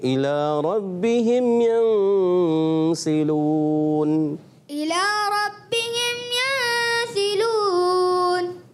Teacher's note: اظہار شفوی کا قاعدہ ہے غنہ نہیں کریں